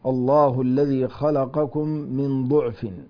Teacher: هذه اللفظة قرأها جميع القراء عدا حمزة وشعبة وحفص بخلف عنه بضم الضاد